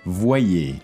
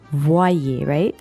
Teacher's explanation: It sounds like you have a W in there almost, like wa.